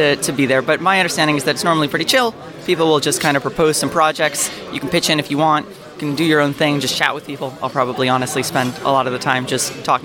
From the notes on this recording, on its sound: interviews speakers & attendees live from Lambda Days 2023!